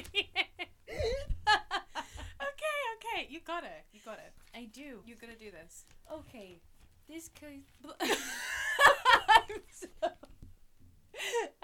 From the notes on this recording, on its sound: Apologies for the audio interference - we had some technical difficulties but I edited it out the best I could!